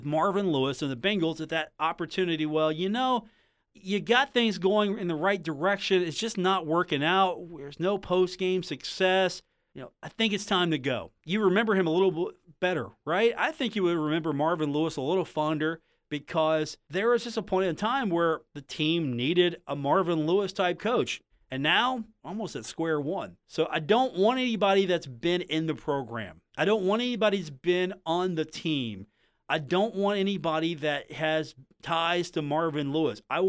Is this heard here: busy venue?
no